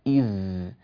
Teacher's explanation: الذال تخرج من طرف اللسان مع أطراف الثنايا العليا